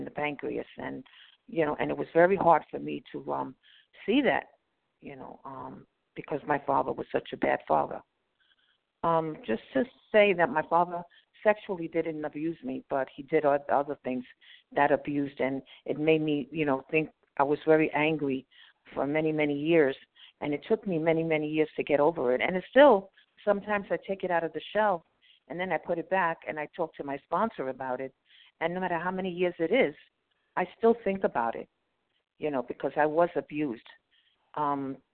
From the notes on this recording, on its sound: from the 100 Pounders Phone Meeting